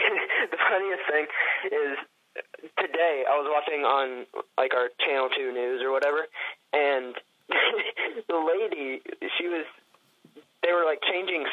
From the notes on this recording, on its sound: via telephone